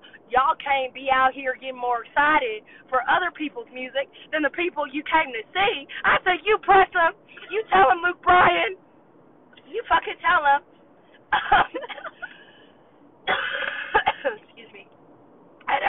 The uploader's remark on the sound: In the first episode recorded only using the phone from the car.